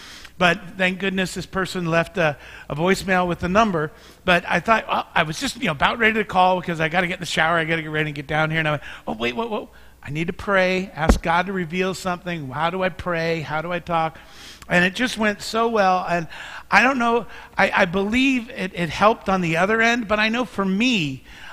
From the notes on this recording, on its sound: Mt. Zion Church Live!